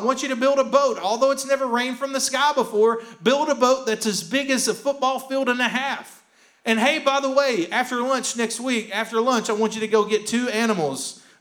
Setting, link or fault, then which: setting, large echoing room